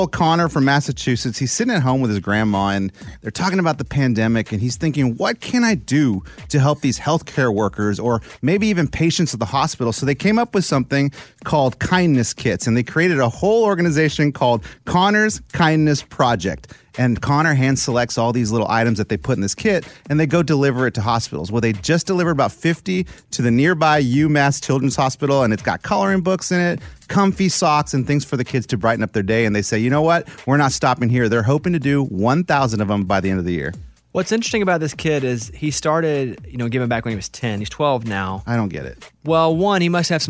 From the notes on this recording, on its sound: A listener called